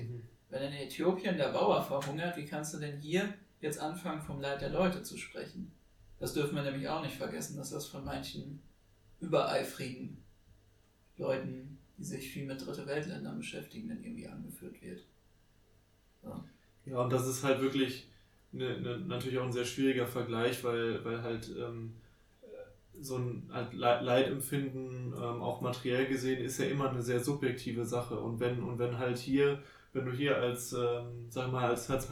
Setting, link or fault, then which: fault, poor sound quality